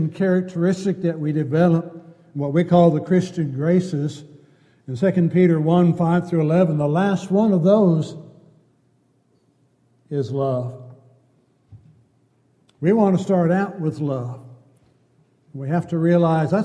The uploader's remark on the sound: Downtown Church Of Christ Audio Sermon.